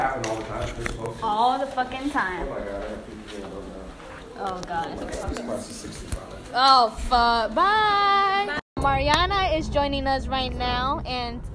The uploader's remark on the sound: terrible audio due to locations of where the podcast was recorded